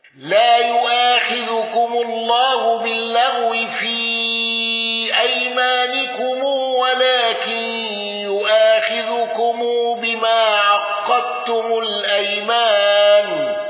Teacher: الضرير عن دور الكسائي بترك الغنة